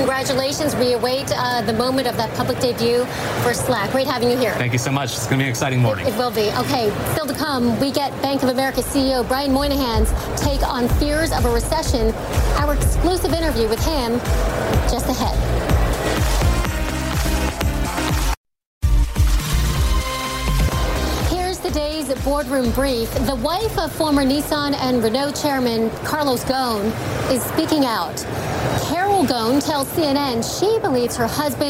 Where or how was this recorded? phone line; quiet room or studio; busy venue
busy venue